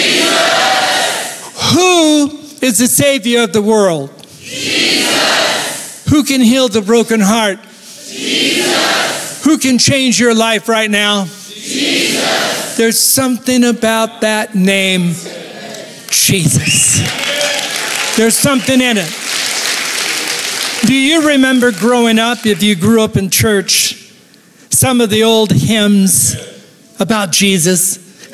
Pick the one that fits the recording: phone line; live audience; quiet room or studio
live audience